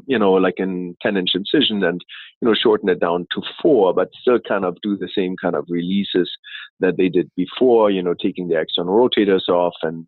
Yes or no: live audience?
no